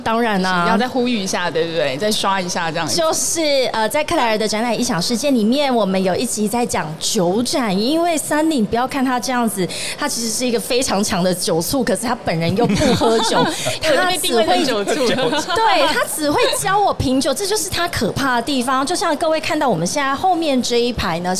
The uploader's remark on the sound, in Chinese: 2022 Taipei Cycle台北國際自行車展-Live Podcast